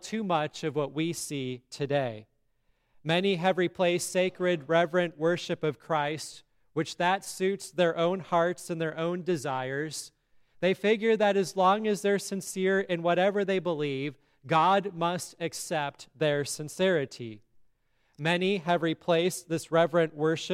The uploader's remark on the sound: sermon at Grace Lutheran Church, Lexington, MO